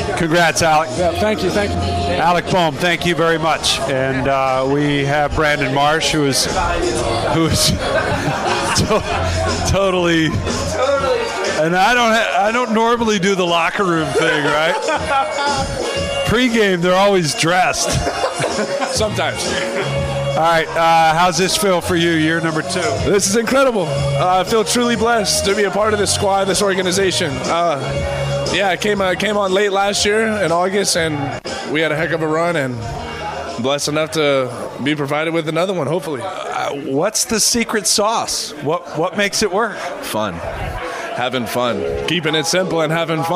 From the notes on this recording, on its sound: live in the Phillies' clubhouse